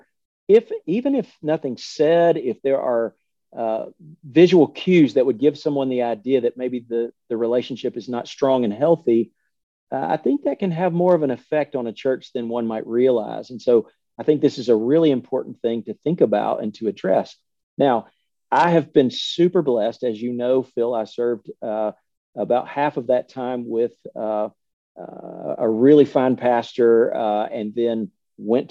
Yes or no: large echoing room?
no